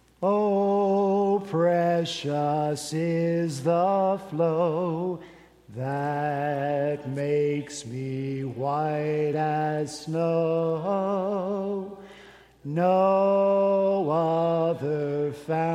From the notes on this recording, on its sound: At Redeemer Presbyterian Church in Charleston, SC, our senior pastor continued his sermon series in First Peter.